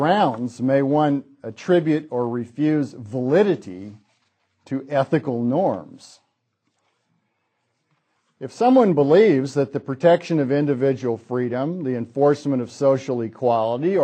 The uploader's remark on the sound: Hayek Memorial Lecture. From the 2006 Austrian Scholars Conference.